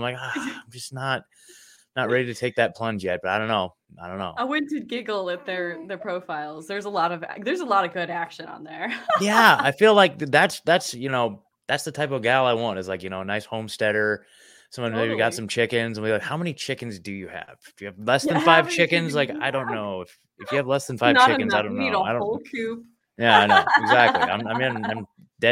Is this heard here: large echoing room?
no